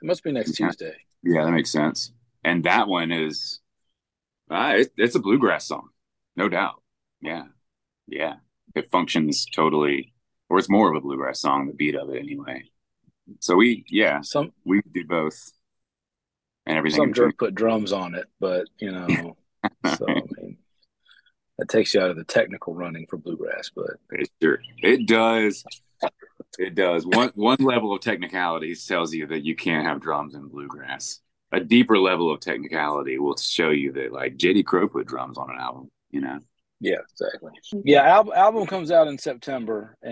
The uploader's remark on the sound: Chats over Zoom with two members of the Grammy award winning bluegrass band.